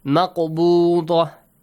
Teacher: Weak qalqala because it's in the middle.